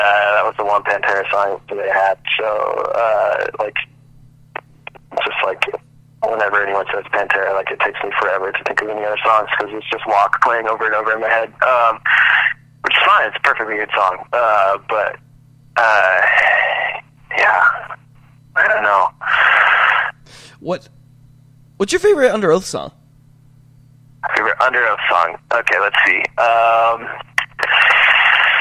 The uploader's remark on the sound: We did this one on the phone and I swear to you I got it to sound as decent as humanly possible.